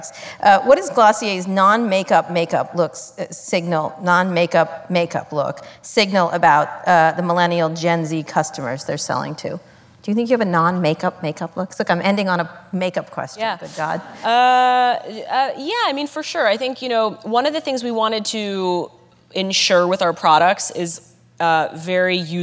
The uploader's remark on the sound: In this live interview from the 92nd Street Y in New York City